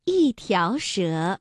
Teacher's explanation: 一条蛇的一读四声